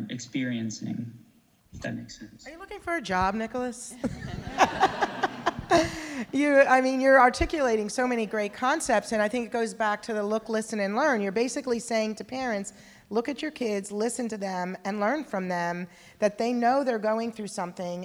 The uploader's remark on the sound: This bonus episode features a live Q&A panel that was recorded at a recent CommuniCamp.